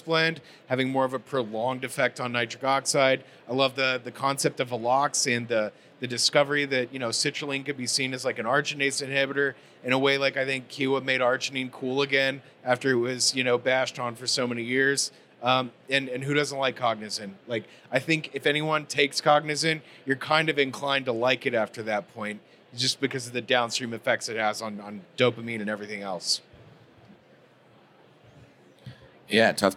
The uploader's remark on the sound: At SupplySide West 2024, one of the biggest events was a panel discussion held at the Kyowa Hakko USA booth.